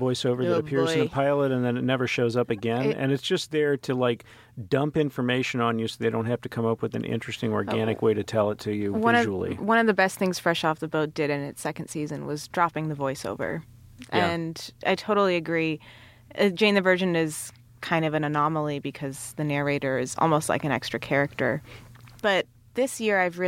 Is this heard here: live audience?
no